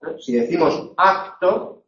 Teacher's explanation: La K en posición implosiva. Cuando la K está en contacto con la T, debemos pronunciarla como si fuese una G. Es decir, se sonoriza.